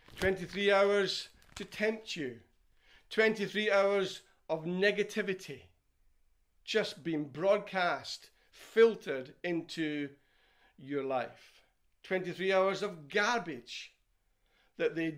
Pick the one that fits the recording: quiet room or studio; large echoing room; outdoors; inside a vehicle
large echoing room